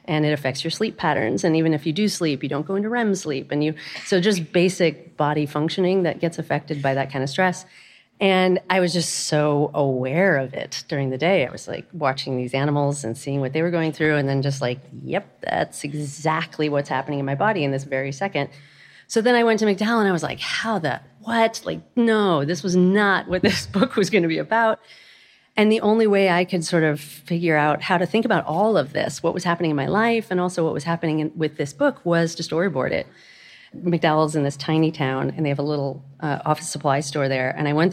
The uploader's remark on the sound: Dear Sugars returns to Portland, Oregon, for another epic live show.